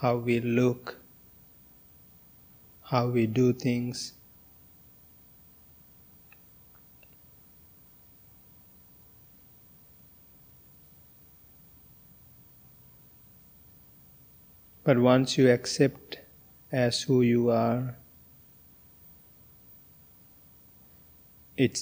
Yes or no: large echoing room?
yes